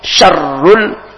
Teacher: Sya di ada ra bertasdid. Syarrul ditekan membutuhkan nabrah penekanan